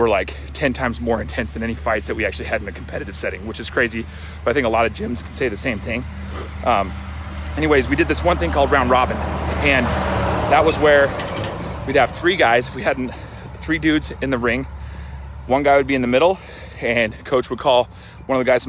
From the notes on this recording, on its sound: my walk and talk from my Facebook LIVE